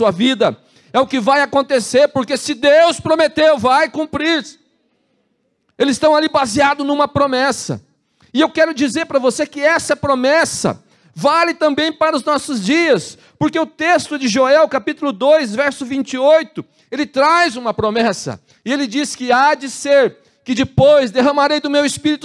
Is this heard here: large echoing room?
yes